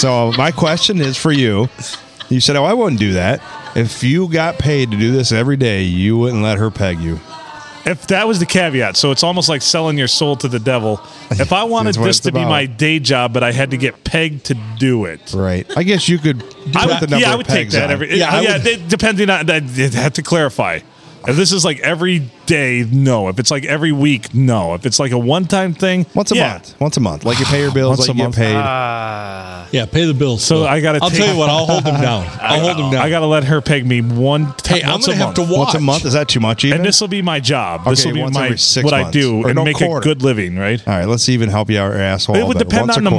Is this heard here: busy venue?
yes